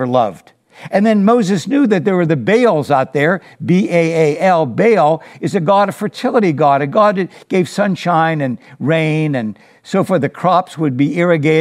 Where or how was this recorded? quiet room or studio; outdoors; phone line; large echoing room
large echoing room